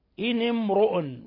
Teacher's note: إن امرؤ، لاحظ كيف فخمنا الراء، لابد من تفخيم الراء لأن الراء مضمومة ومسبوقة بسكون، حتى لو كان سبقها كسرة.